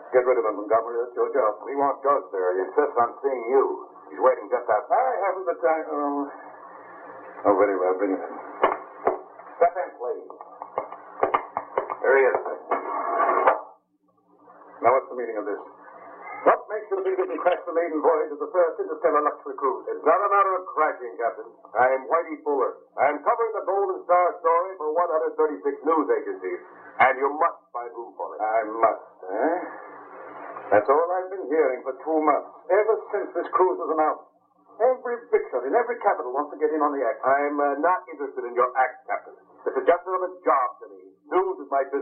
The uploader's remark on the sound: Audio quality is low on this one.